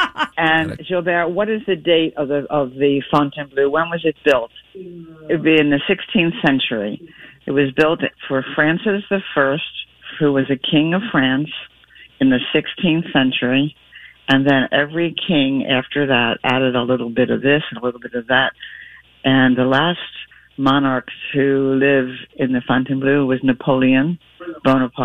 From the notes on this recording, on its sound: This is going to be one expensive phone call!